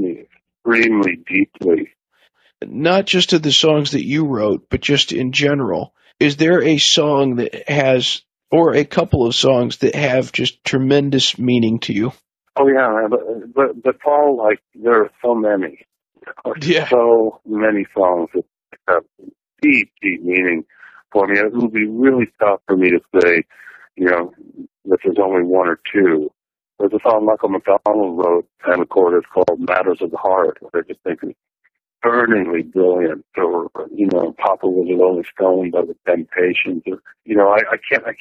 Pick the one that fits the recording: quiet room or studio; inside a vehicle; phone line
phone line